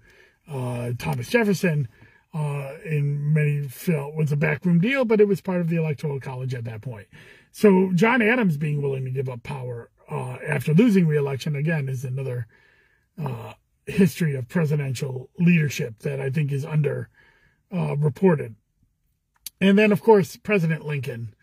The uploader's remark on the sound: Commissioner in a Car